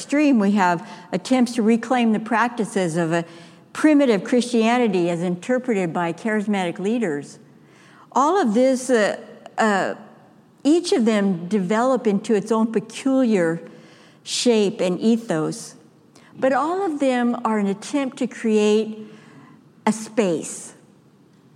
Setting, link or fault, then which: setting, large echoing room